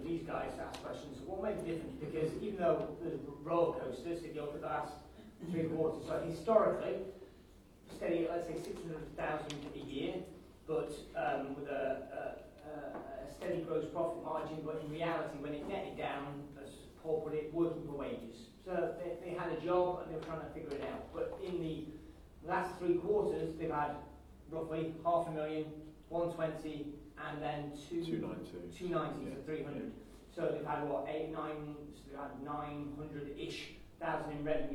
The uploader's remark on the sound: This interview is taken from the live recording of a recent Success Mastermind event in the UK. Because it was recorded at a live event, there are a few spots missing due to the audio quality not being ideal.